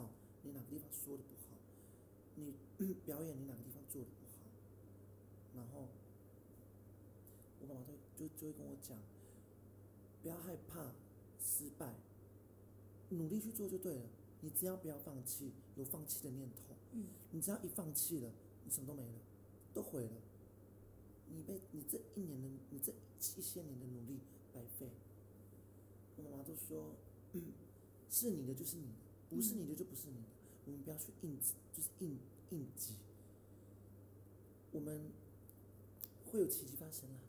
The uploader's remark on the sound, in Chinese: 音量上面會時而大聲時而小聲。整集也因為在開放空間錄製 聲音很小。